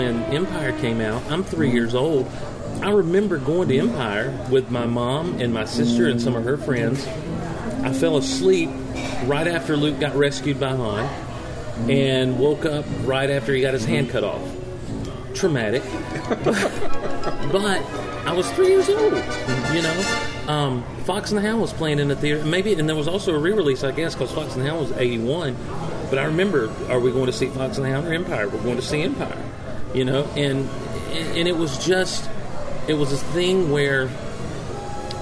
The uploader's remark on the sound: Recorded live at Locos Deli and Pub on St. Simons Island Georgia.